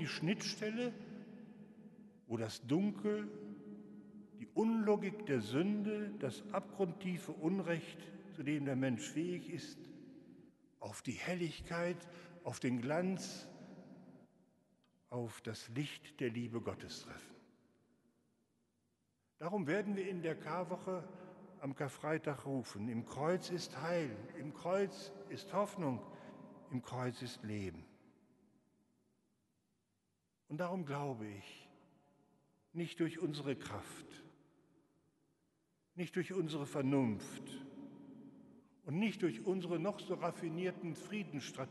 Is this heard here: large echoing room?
yes